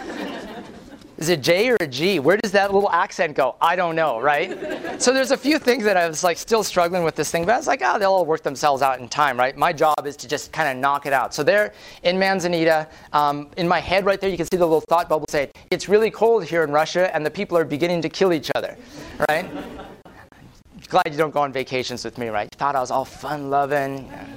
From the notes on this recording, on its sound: Prezo audio from Northern Voice, 2009. Lively mixed-media presentation.